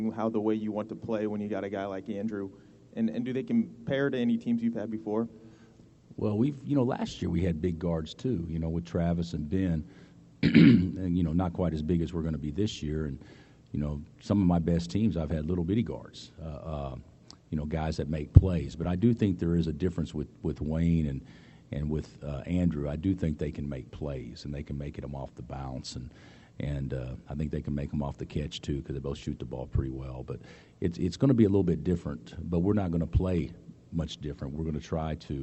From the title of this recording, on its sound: Press Conferences & Post-Game Interviews